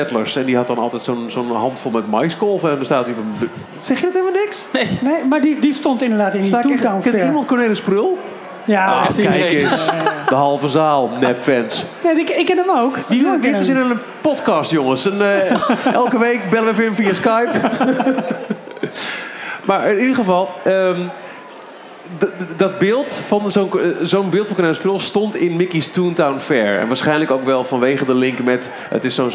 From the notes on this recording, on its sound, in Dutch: Live vanuit VUE Cinemas in Hilversum. Het aanwezige publiek van vaste luisteraars.